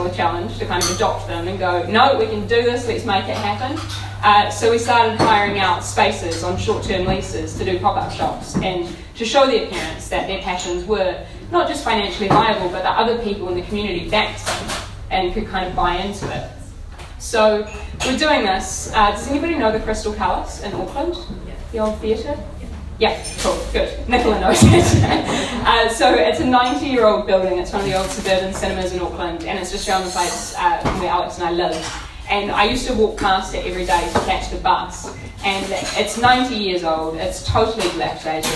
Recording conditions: background noise